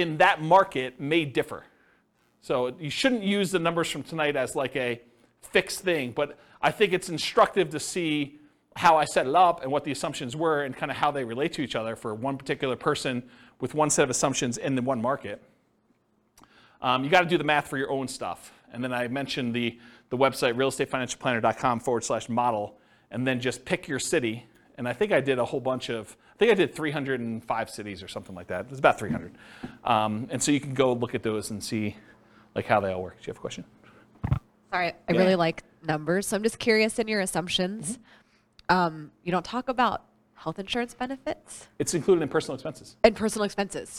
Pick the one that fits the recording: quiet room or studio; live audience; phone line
live audience